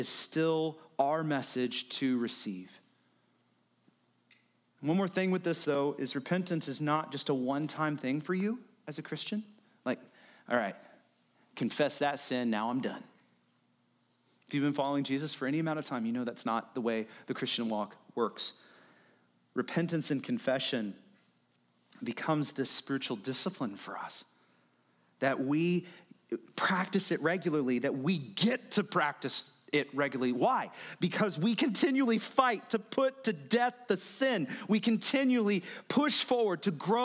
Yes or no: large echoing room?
yes